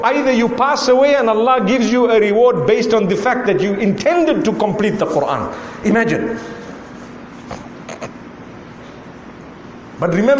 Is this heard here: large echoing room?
yes